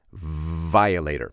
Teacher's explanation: in order to properly pronounce a V, it's an F with your voice